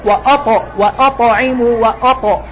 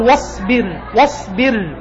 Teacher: وجود القلقلة في الطاء يساعد على إعطائه تفخيما أقوى من أخيه الصاد